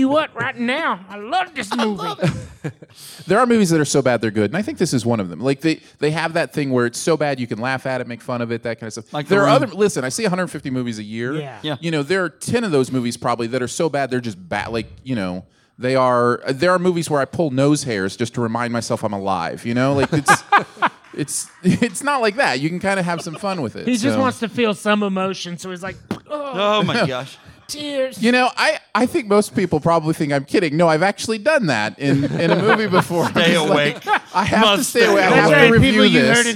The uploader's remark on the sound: You get a great episode recorded in front of a live studio audience.